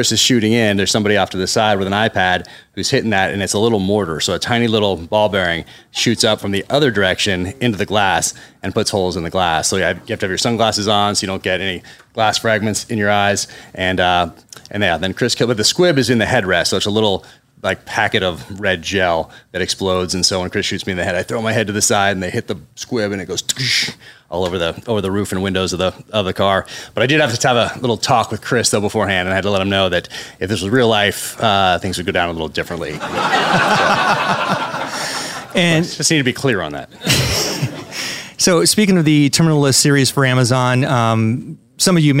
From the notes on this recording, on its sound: Live from Murder by the Book. Some stellar audience participation.